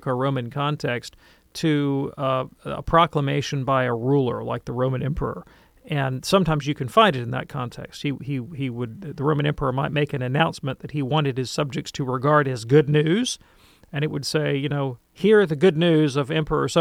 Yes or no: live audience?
no